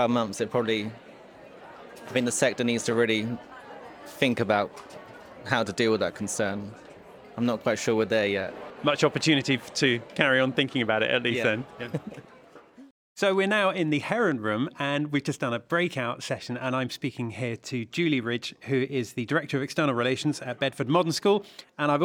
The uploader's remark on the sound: A walk around the 2023 AMCIS annual conference. First we’re going to get some coffee and see who’s here so come with me as I take you around the event at this year’s AMCIS annual conference.